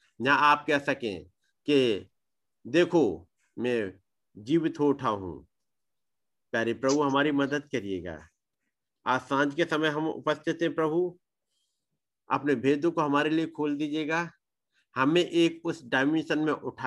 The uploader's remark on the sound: Arunachal Pradesh. Zoom Meeting.